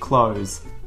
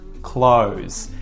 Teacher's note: The TH is turfed, it's thrown out, it's removed, it's ditched.